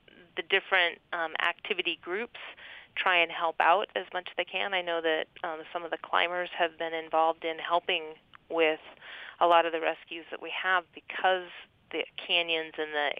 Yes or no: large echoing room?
no